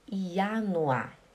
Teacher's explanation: I-A-N-U-A. Esse R no final do A, no final da palavra, a gente não pronuncia